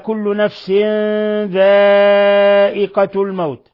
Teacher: قوله تعالى كل نفس ذائقة الموت، تنوين كسر جاء بعده الذال إخفاء حقيقي، ثم مد متصل في ذائقة، يمد من 4 إلى 5 حركات. الموت حالة الوقف عليه يعامل معاملة العارض للسكون.